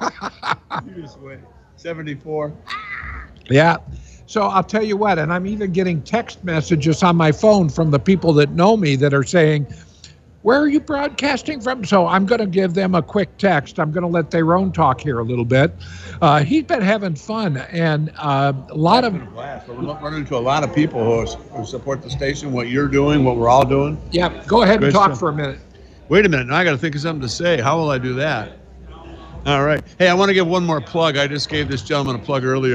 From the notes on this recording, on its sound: at The Livingston County Family Readiness Emergency Expo in Howell MI in a live remote broadcast